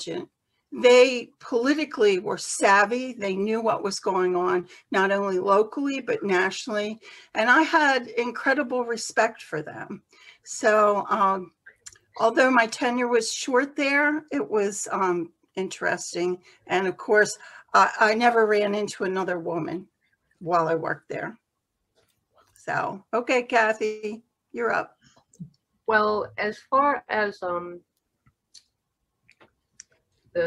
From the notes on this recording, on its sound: this one-hour Zoom discussion